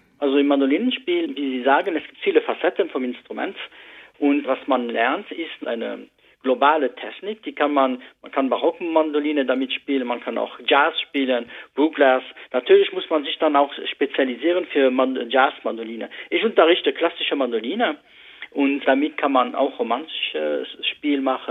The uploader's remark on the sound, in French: l'interview téléphonique